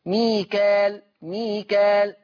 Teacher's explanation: يقرأ حفص بالألف المادية، بالألف المادية ميكا كا، بالألف المادية من غير همزة بعدها، يعني ما فيش همزة بعد الألف ميكال، فتصير مد طبيعي ميكال، ميكال مد طبيعي.